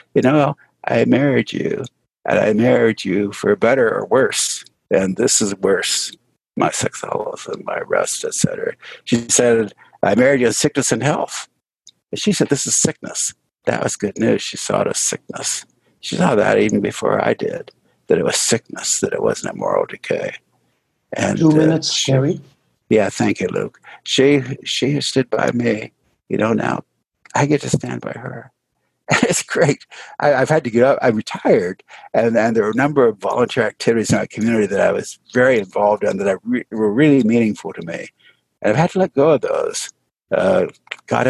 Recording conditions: video call